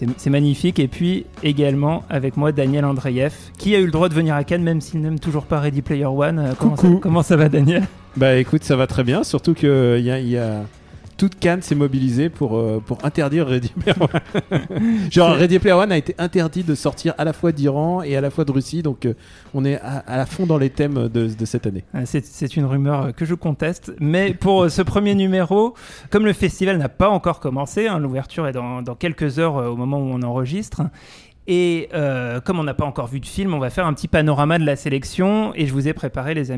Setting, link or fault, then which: setting, busy venue